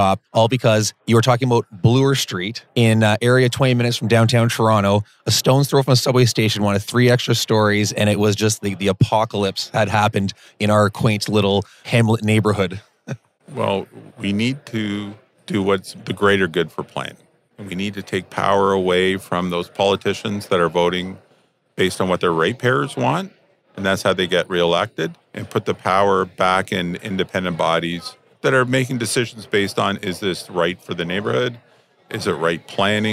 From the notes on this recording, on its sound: Recorded at the Toronto Real Estate Forum.